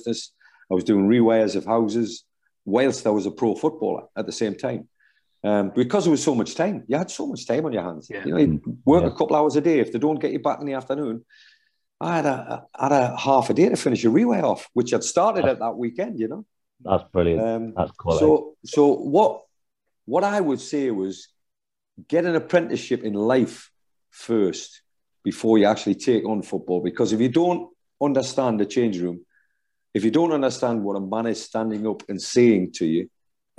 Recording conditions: video call